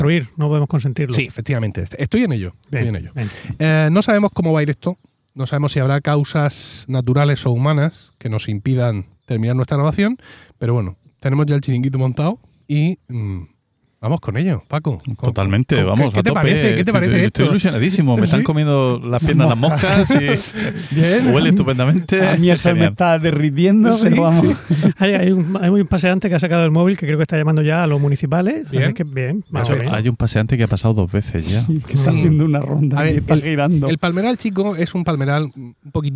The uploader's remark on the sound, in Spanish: Grabar al aire libre, en un jardín público de murcia, en concreto en el palmeral chico. Rodeados de palmeras y de alguna que otra mosca.